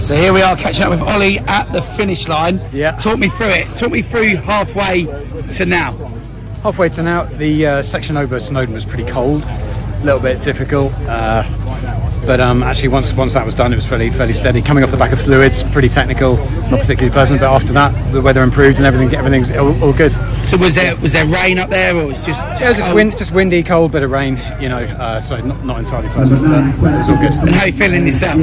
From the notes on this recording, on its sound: On Location At Ultra Trail Snowdonia (UTS) By UTMB. Is on location at the UTS By UTMB World Series Race.